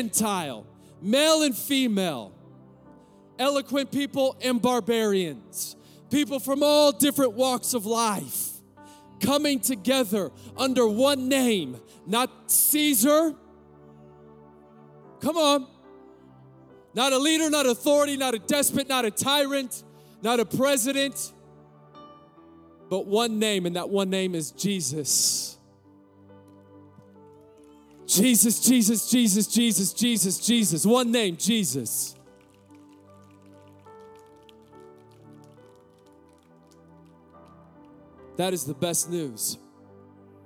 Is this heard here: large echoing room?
yes